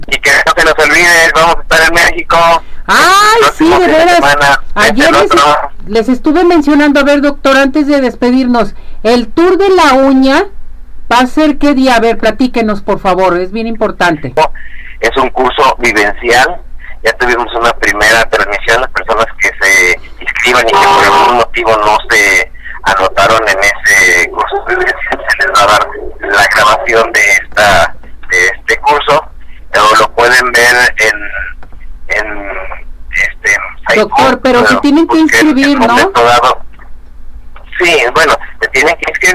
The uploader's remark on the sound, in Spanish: entrevista telefónica exclusiva